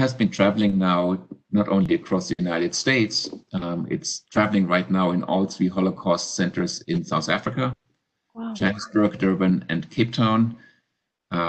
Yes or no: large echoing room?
no